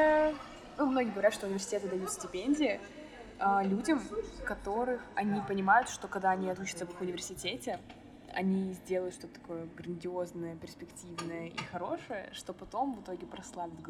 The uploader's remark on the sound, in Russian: В этом выпуске не очень хороший звук.